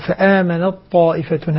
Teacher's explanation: إدغام متجانسين لأن التاء والطاء نفس المخرج صغير لأن التاء ساكنة كامل لأن التاء أدغمت في الطائفة سقطت ذاتا وصفة · Term: إدغام متجانسين صغير كامل